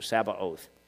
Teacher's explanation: Short A, oath, long O. Sabaoth is how you pronounce that in the Hebrew